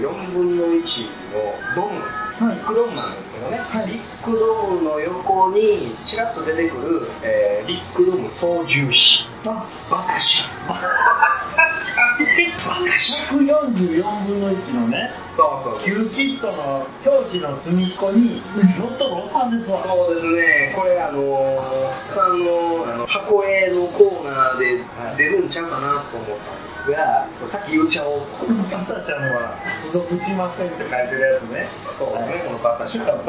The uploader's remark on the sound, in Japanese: 今回もカラオケボックス収録が音源ですので、ちょっと聞きづらいかもしれません